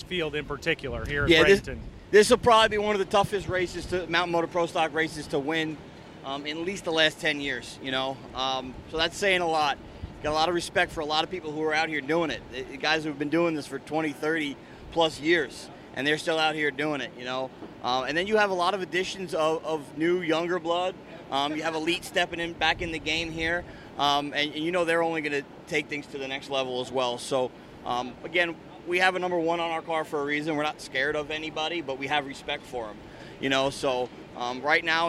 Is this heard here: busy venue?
yes